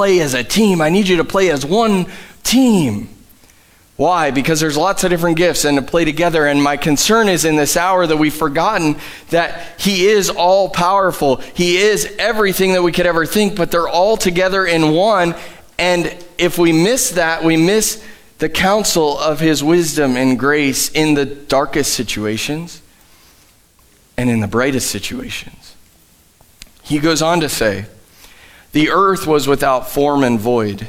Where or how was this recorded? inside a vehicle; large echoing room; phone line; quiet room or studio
large echoing room